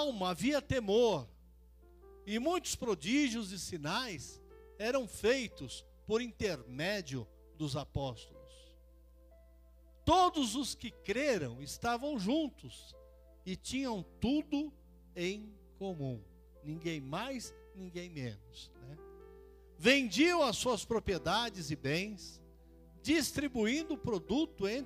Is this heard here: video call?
no